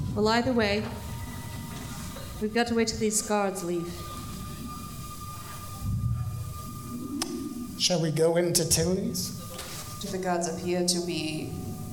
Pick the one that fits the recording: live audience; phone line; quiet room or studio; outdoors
live audience